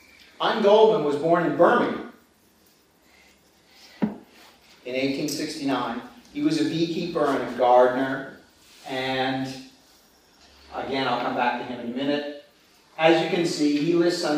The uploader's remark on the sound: This paper was given on 7 March 2013 at the German Historical Institute London as part of the European Leo Baeck Lecture Series London, 2013.